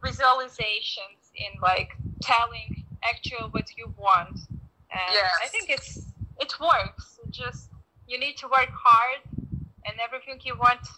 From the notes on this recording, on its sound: Please note that this is not an actual podcast with fancy equipment, so please forgive the mediocre audio quality and excessive laughing. I’m terribly sorry for all the background wind noises.